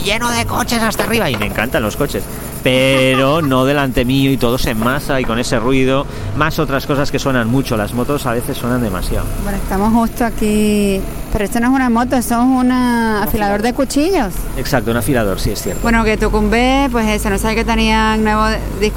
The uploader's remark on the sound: Walking and talking. Tras meses confinados, por fin nos encontramos en persona para grabar y brindar.